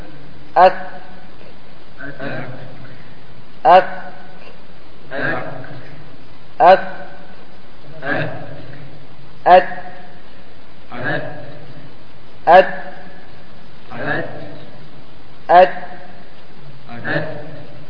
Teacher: فيه همس. لما أقول أك انقطع الصوت، خرج بعده هواء، فهو شديد ماذا؟ مهموس · Term: شديد مهموس